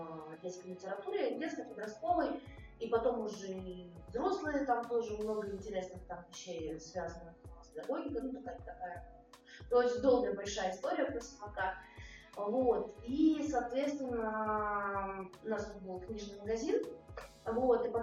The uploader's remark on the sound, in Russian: Эфир получился очень насыщенным, но, к сожалению, из-за технической ошибки возникли проблемы со звуком.